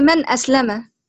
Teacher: ميم فتحة ما نون ساكنة ومظهرة قبل الهمزة المفتوحة